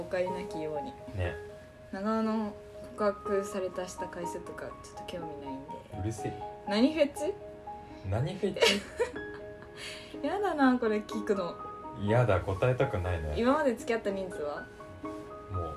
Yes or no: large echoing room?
no